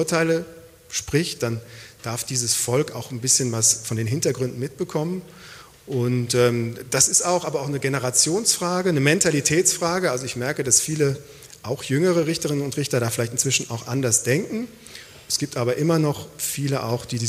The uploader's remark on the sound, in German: Live aus der Uni Freiburg. Die Albert-Ludwigs-Universität in Freiburg.